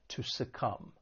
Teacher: there is a silent B at the end of the verb